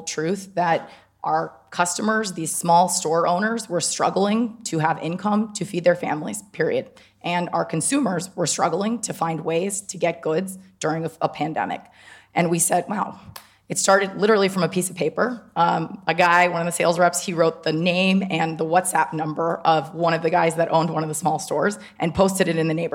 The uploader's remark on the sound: This bonus episode of the CMO Podcast was recorded in front of a live audience at the 2022 Cannes Lions International Festival of Creativity.